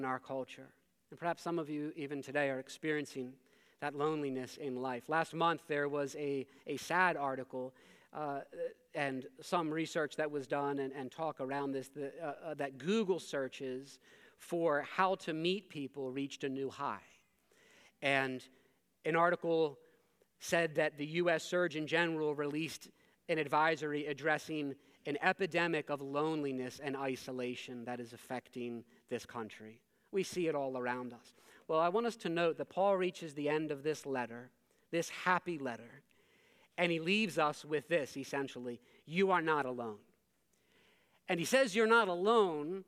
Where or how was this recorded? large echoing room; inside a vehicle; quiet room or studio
large echoing room